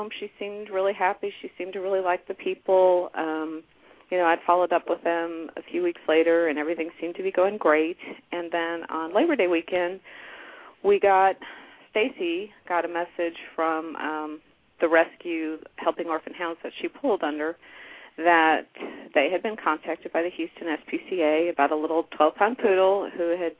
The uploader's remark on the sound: open up the lines for listeners to call